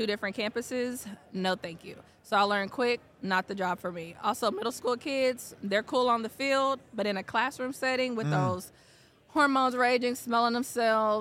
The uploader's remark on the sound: live at SWATA 2023